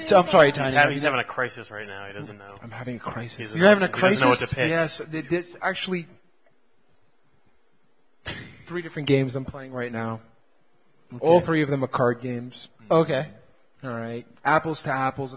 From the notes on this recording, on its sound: LIVE AT DEXCON! Our first podcast live from a convention.